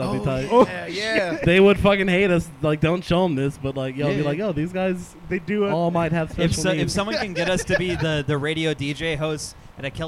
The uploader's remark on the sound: In this Live episode from 10 Sports Bar.